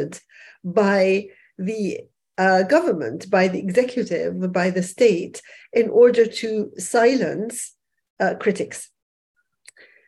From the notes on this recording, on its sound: This episode is a recording of an online panel of writers and activists discussing the situation surrounding freedom of expression globally.